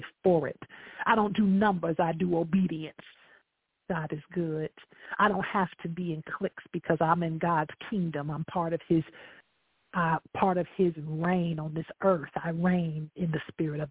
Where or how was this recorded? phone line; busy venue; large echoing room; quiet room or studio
phone line